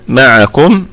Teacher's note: معكم الكلمة كلها مرققة والميم في الدرجة الخامسة من درجات الغنة، الميم ما معكم في الدرجة الخامسة لأنها متحركة بالفتح.